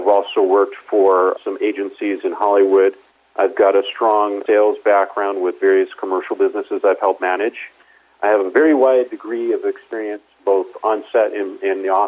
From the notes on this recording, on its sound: called in to SmallCapVoice.